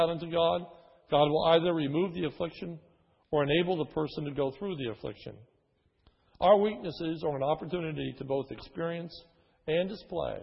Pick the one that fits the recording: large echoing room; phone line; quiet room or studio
large echoing room